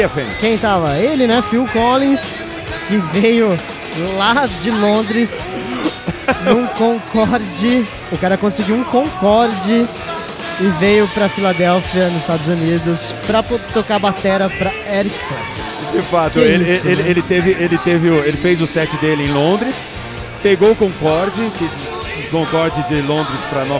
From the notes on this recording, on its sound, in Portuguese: Episódio gravado ao vivo no evento de comemoração de 2 anos do Rock n'a Sala.